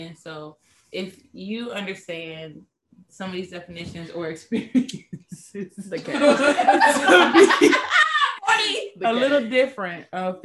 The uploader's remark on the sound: Excuse our sound quality this week as we took the show on the road and endured some technical difficulties while all trying to record in the same room.